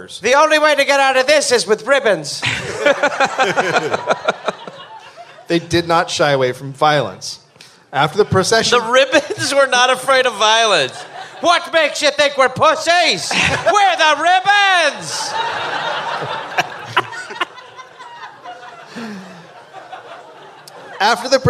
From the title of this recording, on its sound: Live in NY